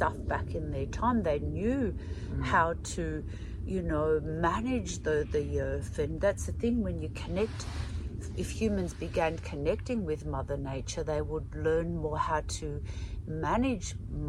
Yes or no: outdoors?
yes